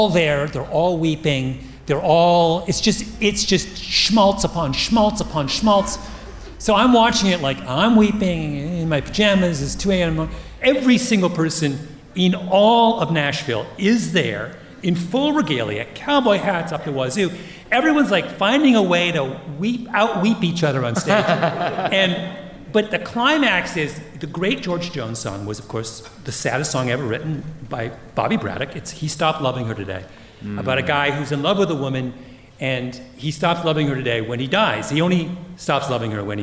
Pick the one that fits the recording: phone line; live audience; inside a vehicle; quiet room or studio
live audience